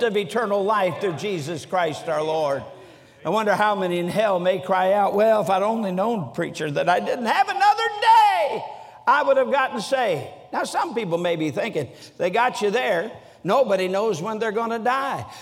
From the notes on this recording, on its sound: During the Sunday Morning service of the 47th Annual Stewardship and Missions Conference on October 15, 2023, at North Valley Baptist Church in Santa Clara, California.